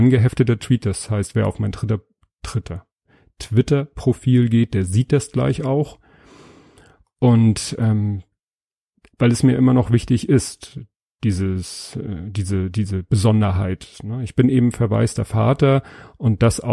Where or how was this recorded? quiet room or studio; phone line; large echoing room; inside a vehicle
quiet room or studio